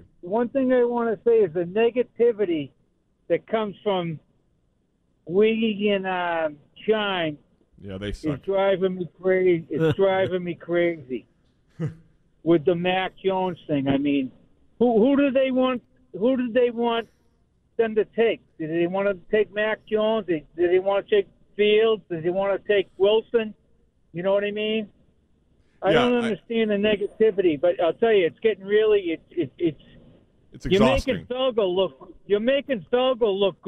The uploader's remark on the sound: The phone lines remained flooded